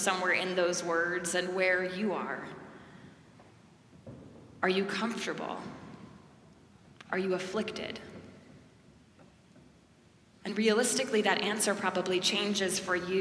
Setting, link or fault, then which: setting, large echoing room